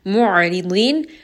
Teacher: Ayn is going to have tawassut. It is going to roll around in the throat. Ra is going to be light.